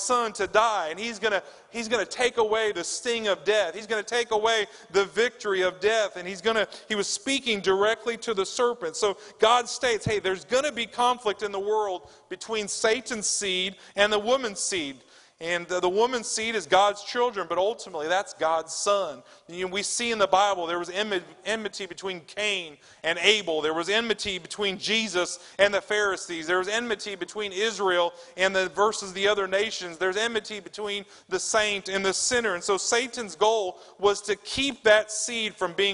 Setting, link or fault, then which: setting, large echoing room